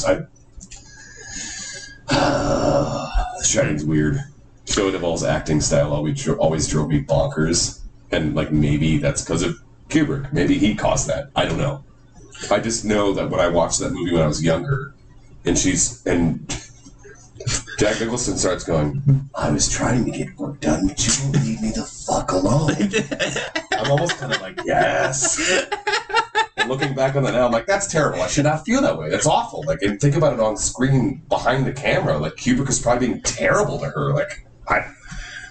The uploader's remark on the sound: I apologize in advance for the lower than average quality of the audio. It's not a true McAllister Hours episode without some difficulties of some kind!